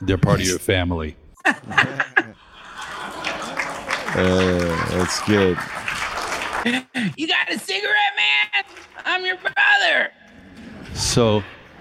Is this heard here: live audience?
yes